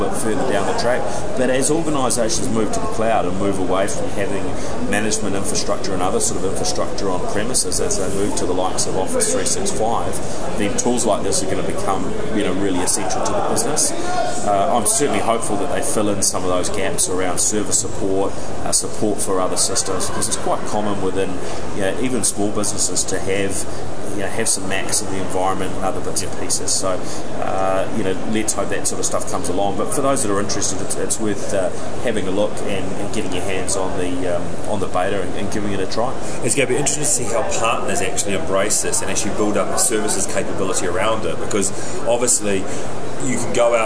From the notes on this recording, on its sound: This special edition of the NZ Tech Podcast reports from day 2 at Microsoft’s Worldwide Partner Conference (USA).